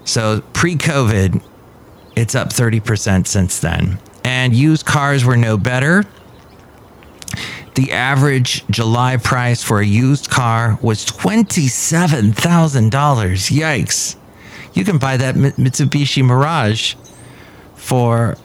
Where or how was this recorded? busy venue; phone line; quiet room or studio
busy venue